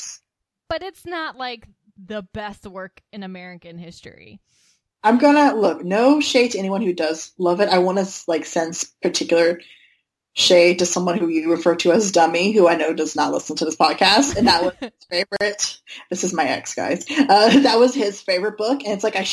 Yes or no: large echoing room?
no